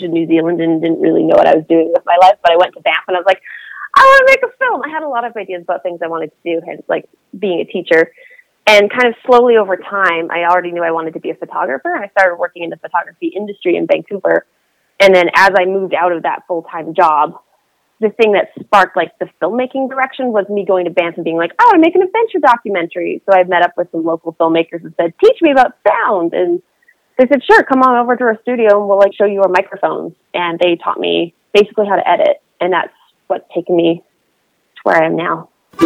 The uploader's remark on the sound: So got her on the phone